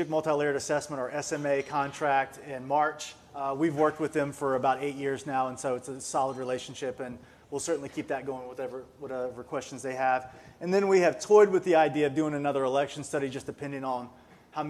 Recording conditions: busy venue